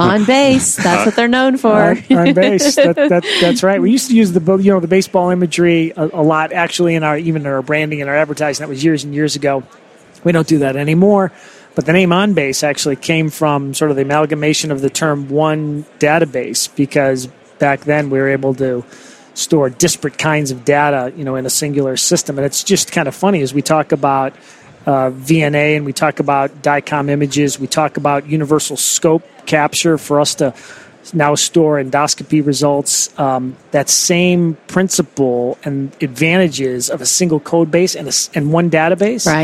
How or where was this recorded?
busy venue